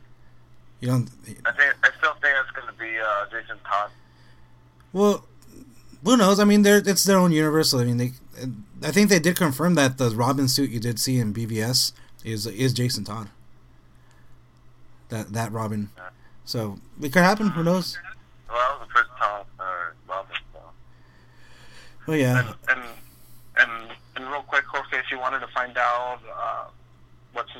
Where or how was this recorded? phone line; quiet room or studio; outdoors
phone line